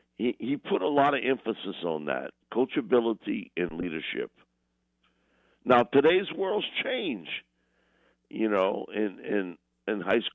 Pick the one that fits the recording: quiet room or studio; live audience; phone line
phone line